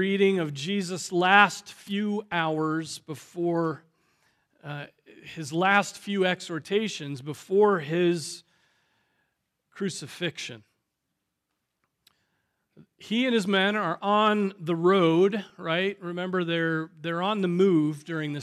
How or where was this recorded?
large echoing room